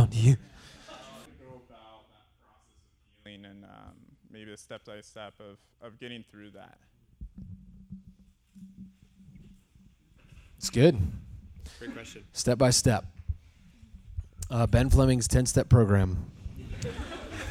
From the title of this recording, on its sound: Live at Westside Exchange